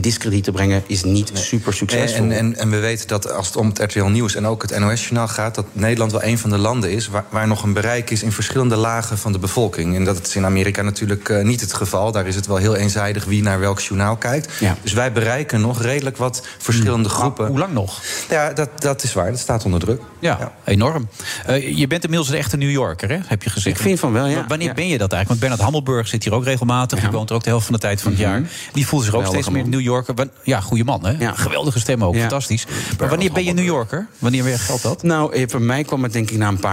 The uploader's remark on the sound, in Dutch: Live vanuit het Double Tree by Hilton Hotel in Amsterdam